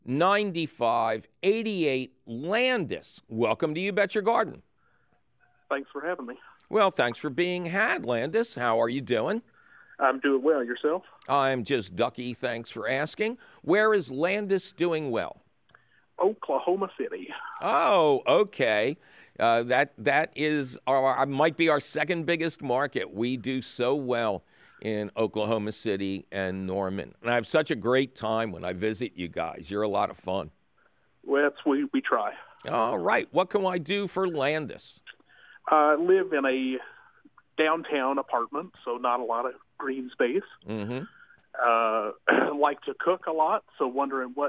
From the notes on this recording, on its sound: takes your fabulous phone call questions